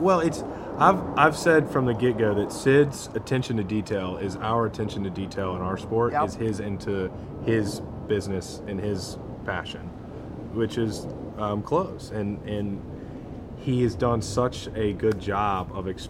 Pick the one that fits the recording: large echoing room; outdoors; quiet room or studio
outdoors